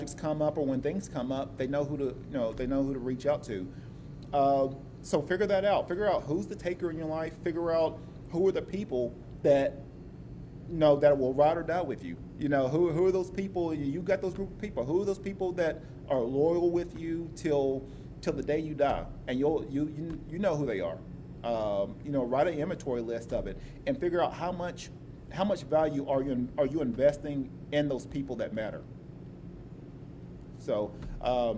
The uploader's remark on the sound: This episode was a previously recorded FB Live Video at the local restaurant The Breakfast Mug in Oceanside, California. Practicing some social distancing so I was the only one in there.